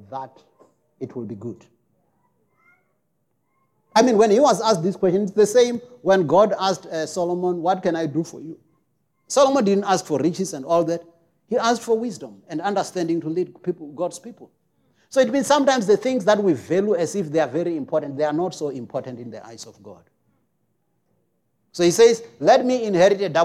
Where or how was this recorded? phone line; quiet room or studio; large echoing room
large echoing room